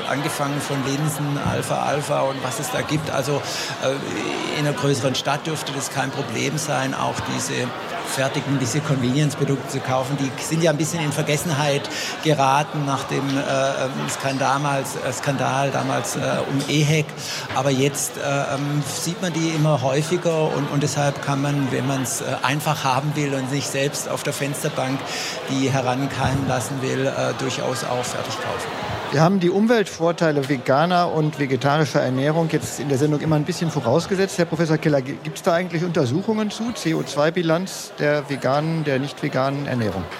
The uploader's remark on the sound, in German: LIVE von der GRÜNEN WOCHE